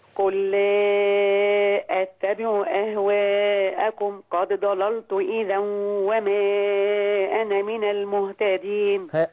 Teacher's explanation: حاولي ما تزوديش في المدود قوي هم أربع حركات بس